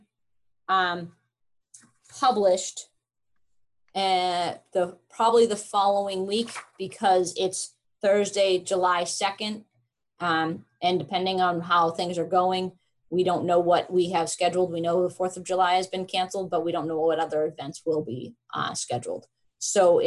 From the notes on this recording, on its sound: Online Session Audio